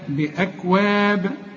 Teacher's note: مخلدون، بأكواب، اوعى تقلقل الكاف وتقول لي بأكواب، بأكواب، لا، بأكواب، الكاف دي من حروف الهمس نهمس فيها انما لا تقلقل